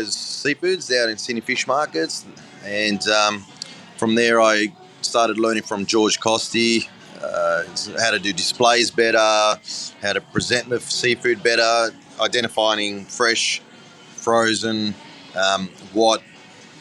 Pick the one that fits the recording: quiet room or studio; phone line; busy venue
busy venue